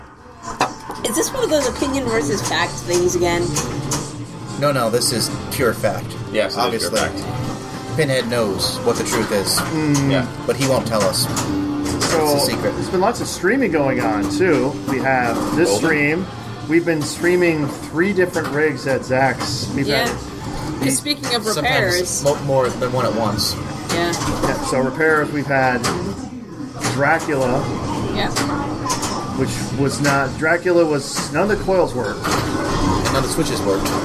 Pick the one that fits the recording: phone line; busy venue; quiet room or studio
busy venue